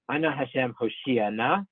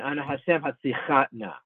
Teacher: Stress the second to last syllable in Hoshia Na, stress the last syllable in Hatzichat Na.